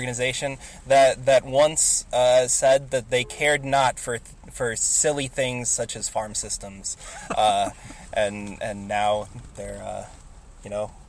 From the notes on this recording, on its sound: Live and Inside a Car! Met up in Chicago, Illinois, to record our first live, in-person episode.